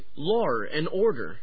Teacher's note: Some New Yorkers also add an R sound to many vowel sounds